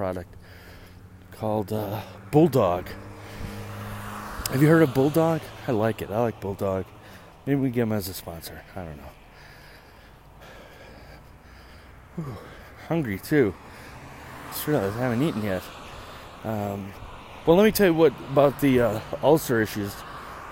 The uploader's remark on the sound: you come with my on a walk to getting my haircut